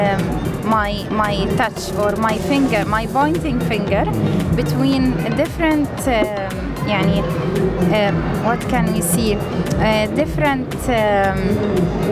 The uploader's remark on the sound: Live from SIBF 2023